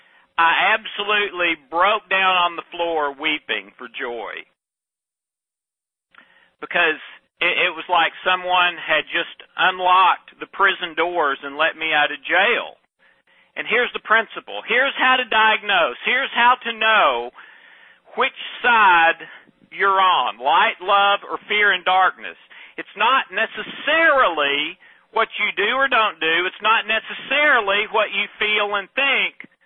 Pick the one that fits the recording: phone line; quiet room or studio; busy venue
phone line